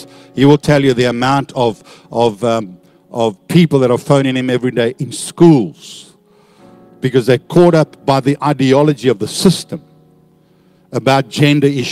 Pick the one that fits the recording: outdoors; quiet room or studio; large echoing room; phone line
large echoing room